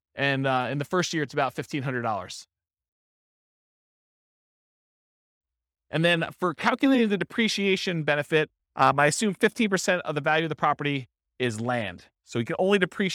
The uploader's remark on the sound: This was a live class recorded.